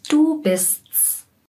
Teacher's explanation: Wir sagen dann nicht, du bist es, sondern du bist's. Nach diesem S-T kommt gleich ein S-S-S.